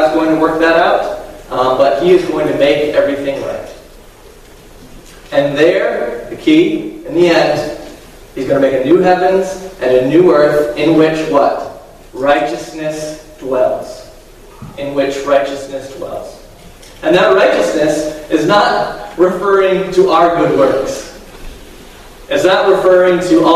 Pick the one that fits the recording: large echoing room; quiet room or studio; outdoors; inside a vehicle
large echoing room